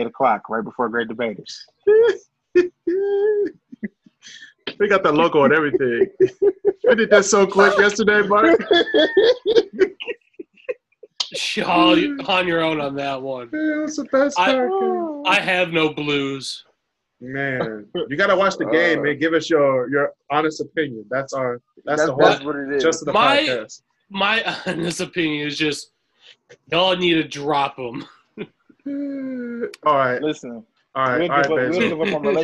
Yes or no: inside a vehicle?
no